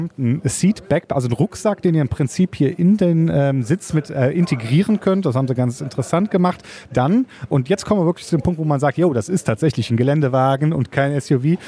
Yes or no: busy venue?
yes